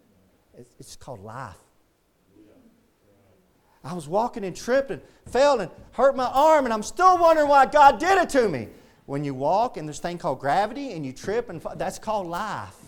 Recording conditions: large echoing room